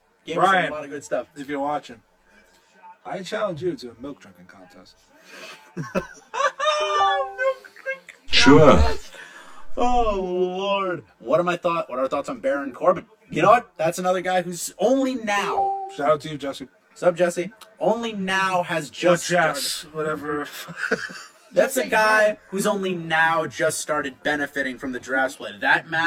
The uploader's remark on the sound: Live General Admission Wrestling Podcast straight from Ben's Silly Willy Lounge in Queens